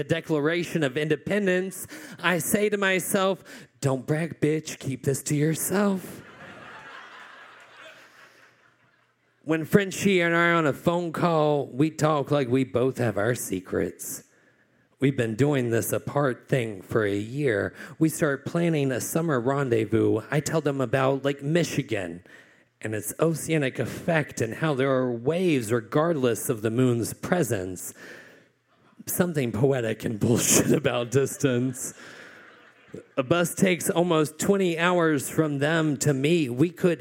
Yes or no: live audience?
yes